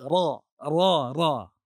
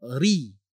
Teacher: ra ada tebal, ra depan tebal, ra di bawah ri tipis